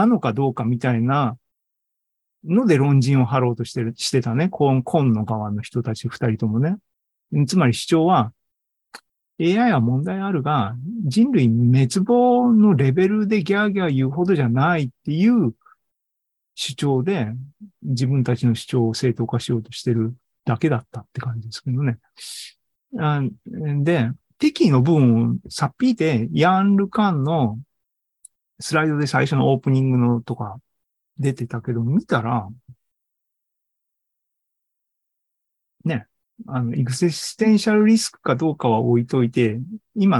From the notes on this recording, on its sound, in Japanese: ２０２３年６月２４日に開催した ZOOMライブの模様です